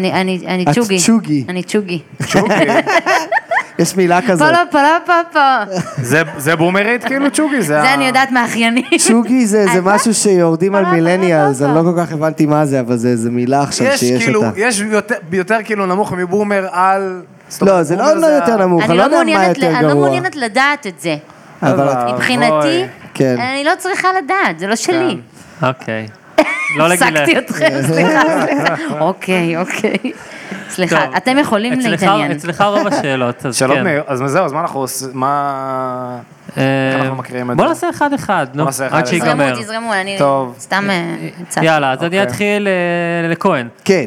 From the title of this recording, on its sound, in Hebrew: פודקאסט לייב!